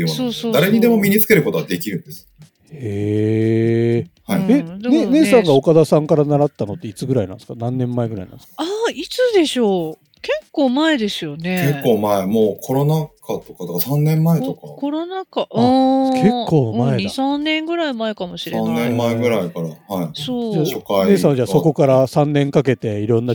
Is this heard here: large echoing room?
no